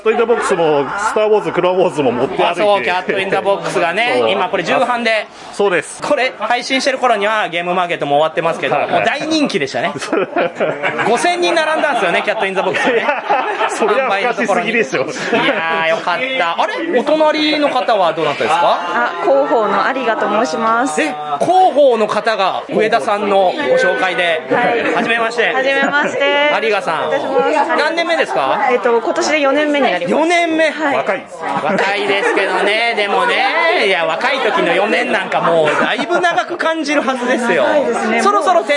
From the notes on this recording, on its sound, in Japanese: 店内収録のため、騒音雑音が激しく入っております。